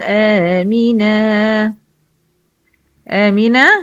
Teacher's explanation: تنوين بالفتح عند الوقف عوض عنه بمد اسمه مد عوض مقدار حركتين